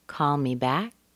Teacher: Back was a little bit higher · Term: phrasal verb